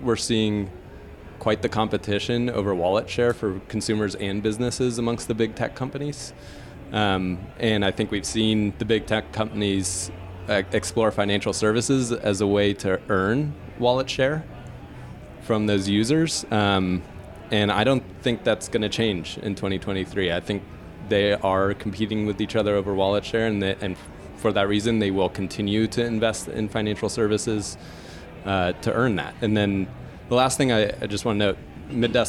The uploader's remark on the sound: Predictions for 2023: Live from Money20/20. In this live episode. In the spirit of Las Vegas and the game night event this was recorded.